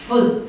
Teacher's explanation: F-ul în latina arhaică, deci la origine era bilabial, deci se pronunța cu ambele buze, F, ulterior devine labiodental, deci se pronunță cu buzele și cu dinții. F, dacă vedeți, în buza se apropie de dinți când pronunțăm F.